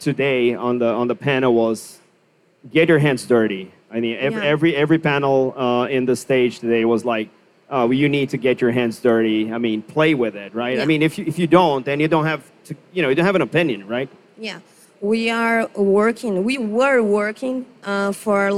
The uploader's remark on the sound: live onstage panel as part of Blockchain Rio, on our very own Blockchain Insider stage!